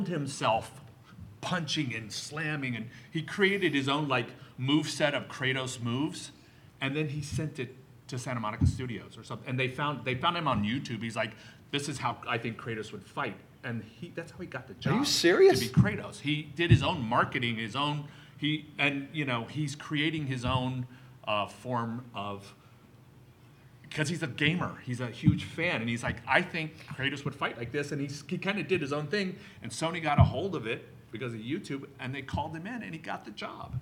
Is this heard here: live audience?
yes